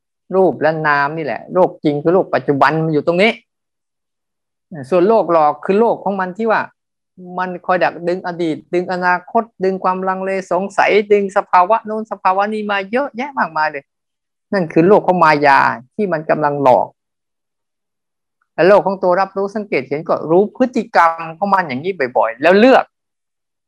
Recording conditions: video call